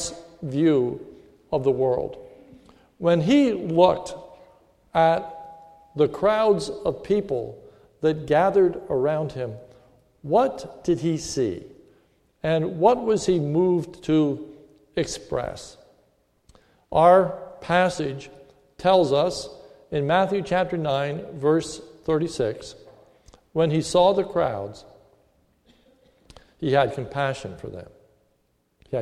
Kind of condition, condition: setting, large echoing room